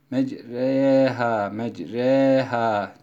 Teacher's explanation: Mecreha, mecreha demek imale-i sura hafif bir şekilde ra'nın fethasını ya da elifini ya'ya meylettirerek, kesraya meylettirerek okuyoruz